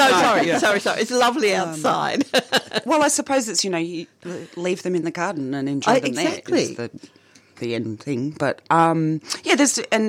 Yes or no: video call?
no